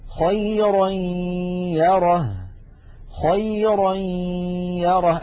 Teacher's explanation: أيضا غنة وياء في آن واحد